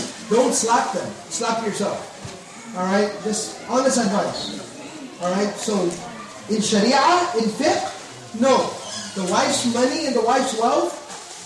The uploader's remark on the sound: Lecture Night Q And A Session